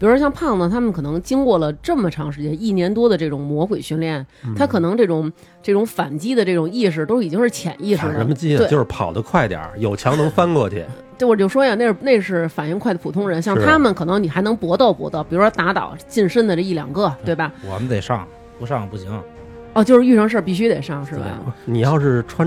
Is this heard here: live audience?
no